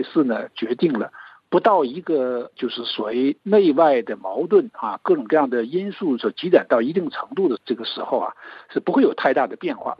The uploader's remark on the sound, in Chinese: 接受本台电话采访